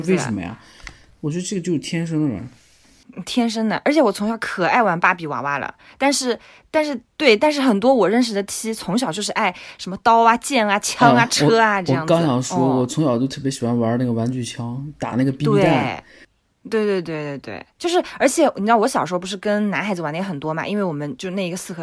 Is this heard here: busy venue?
no